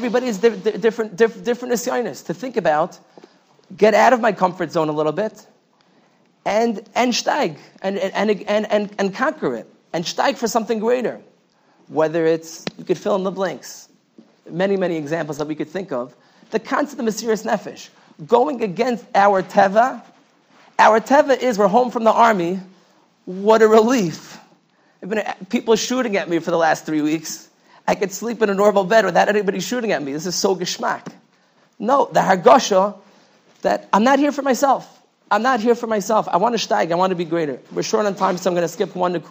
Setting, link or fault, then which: setting, large echoing room